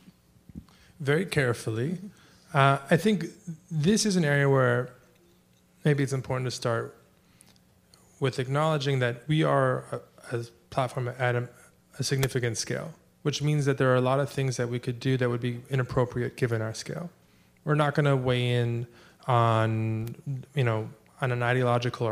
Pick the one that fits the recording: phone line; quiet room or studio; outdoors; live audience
live audience